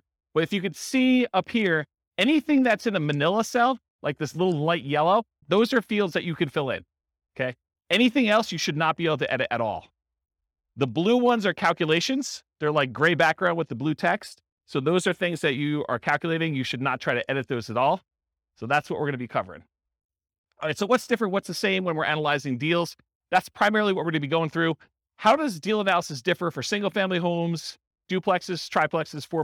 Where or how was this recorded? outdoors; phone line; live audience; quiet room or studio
live audience